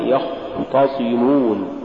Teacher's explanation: ومن صور اللحن عدم مراعاة درجة تفخيم الخاء